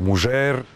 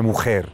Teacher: Ladino en general, na području cijelog Osmanskog carstva, zadržava neke morfološke osobine predklasičnog španskog tipa dž, ž, š, što su sve foneme koje su u savremenom španskom reducirane na h. Znači, na ladinu se kaže mužer, modernom španskom je mujer.